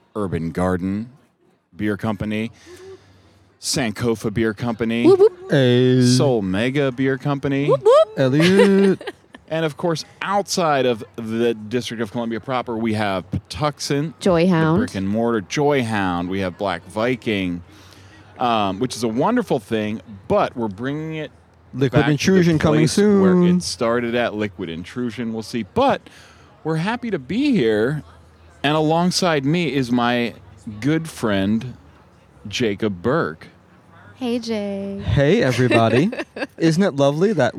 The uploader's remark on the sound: The gang comes to you live, in-person, TOGETHER from The Dew Drop Inn. The gang comes to you live, in-person, TOGETHER from The Dew Drop Inn , the site of the historic Chocolate City Brewing Company, the first black-owned brewery in D.C.